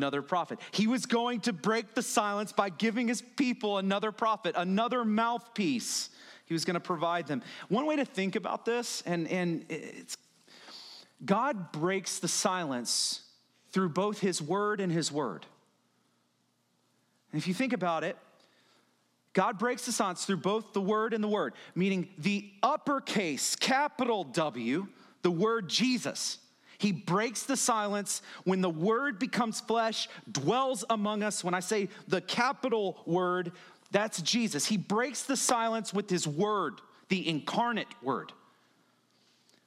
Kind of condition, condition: setting, large echoing room